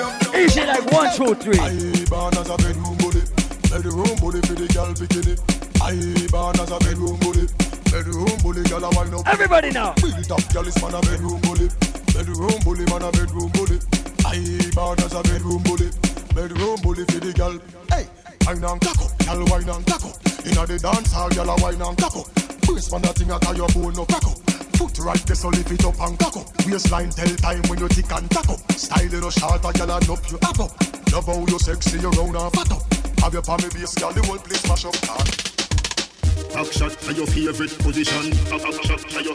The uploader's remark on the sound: LIVE AT ISLAND SATURDAYS.